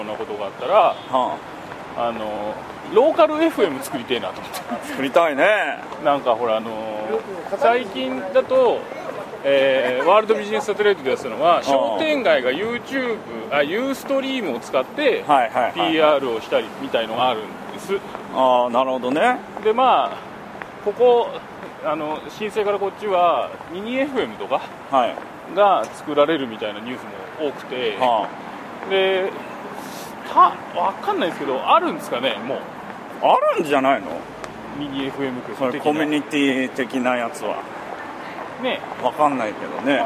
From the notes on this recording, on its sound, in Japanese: 新橋～銀座～東京駅と歩きながら収録を行いました。